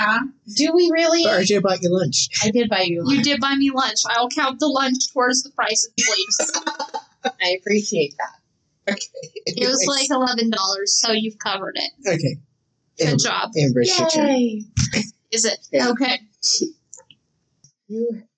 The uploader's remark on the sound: In which the audio quality varies wildly.